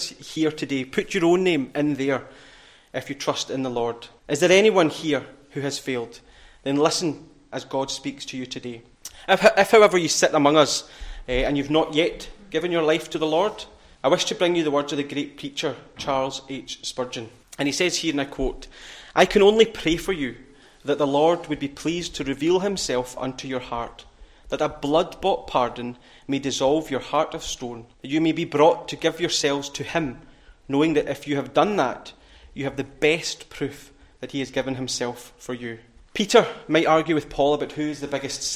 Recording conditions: large echoing room